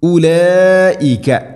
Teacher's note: മദ് മുത്തസിൽ നിർബന്ധമായിട്ടും നാലോ അഞ്ചോ ഹർക്കത്തിൻ്റെ ഖദറിൽ നീട്ടണം മദ് മുത്തസിൽ വാജിബാണ്.